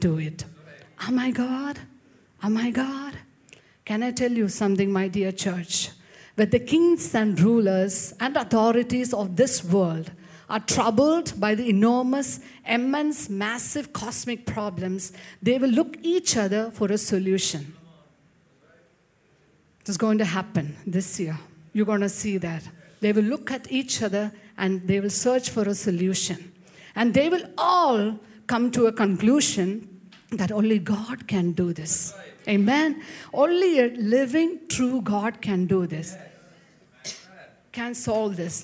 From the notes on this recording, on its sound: preached at Sunday Service on 25 February 2024 at Revelation Church